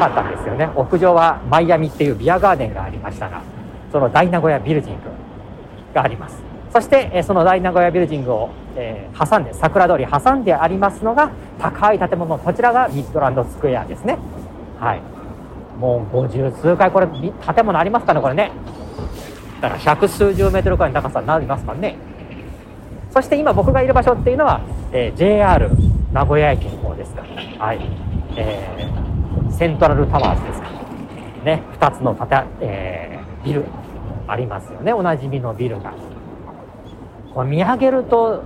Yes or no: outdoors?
yes